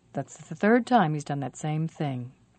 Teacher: The least stressed words are that's, the, he's, and that.